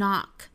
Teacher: 美音发成 knock 上下开口都更松更开的 knock